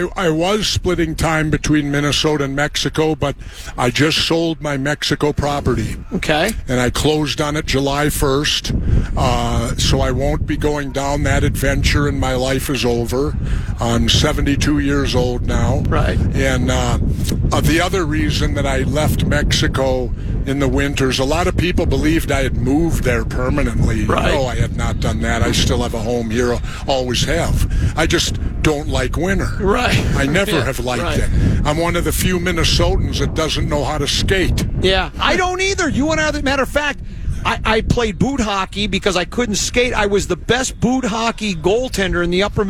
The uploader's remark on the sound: Live From Vikings Training Camp!